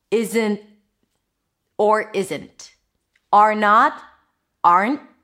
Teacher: a held T after an N, which is basically you're releasing air through the nose. The tip of the tongue is touching the upper palate.